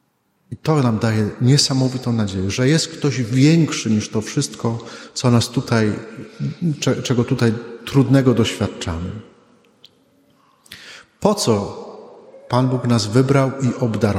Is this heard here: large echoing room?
yes